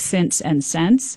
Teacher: the same vowel needs to merge in words like since and sense